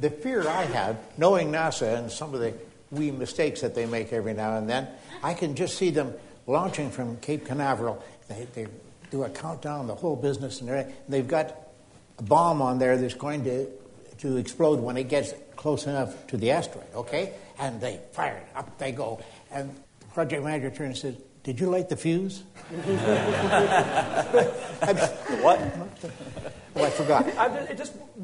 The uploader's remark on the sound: Live from NECSS 2012